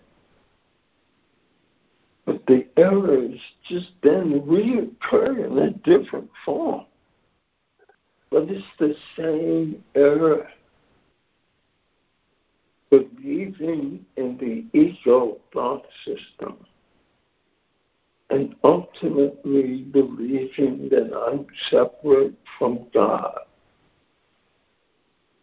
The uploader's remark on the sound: ACIM Daily Conference Call.